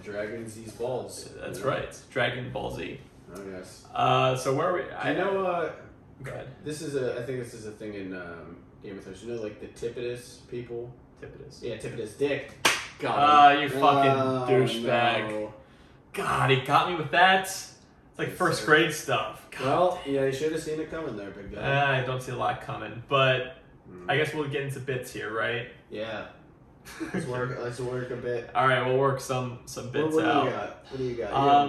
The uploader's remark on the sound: We know the audio was a little wonky, but we handle adversity for a living.